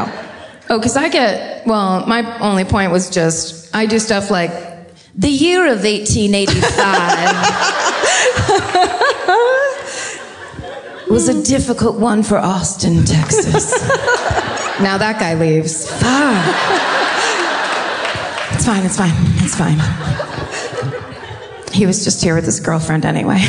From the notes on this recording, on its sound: Live at the Moontower Comedy Festival. Live from Austin, Texas!